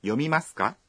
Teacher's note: Ili igeuke na kuwa swali, tunaongeza ka mwisho wa sentensi na kuisema kwa toni ya juu.